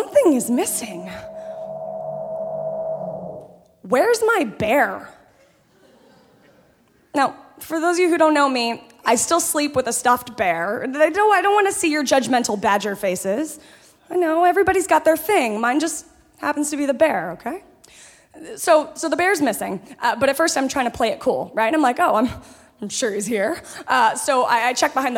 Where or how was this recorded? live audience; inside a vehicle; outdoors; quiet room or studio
live audience